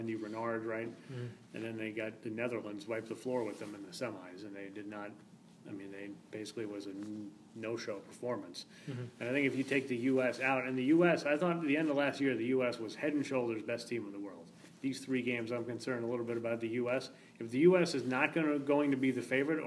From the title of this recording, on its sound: Live from the SheBelieves Cup